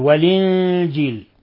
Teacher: نون ساكنة جاء بعدها الجيم، الحكم التجويدي إخفاء حقيقي، لأن الجيم من حروف صف ذاتنا، من حروف الإخفاء الحقيقي.